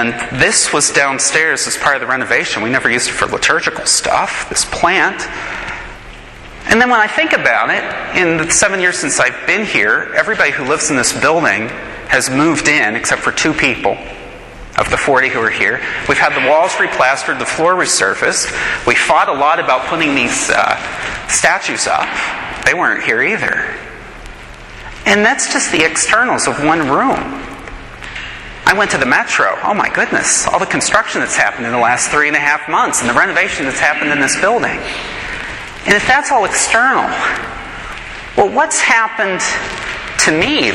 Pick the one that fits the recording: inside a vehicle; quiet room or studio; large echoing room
large echoing room